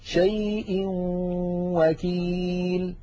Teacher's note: ننتقل من همزة شيء إلى واو وكيل مع بقاء الغنة